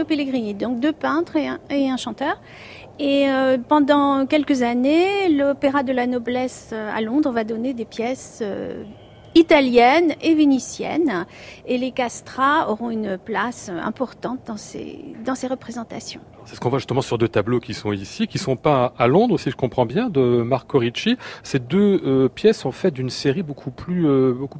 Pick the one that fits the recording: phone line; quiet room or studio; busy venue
busy venue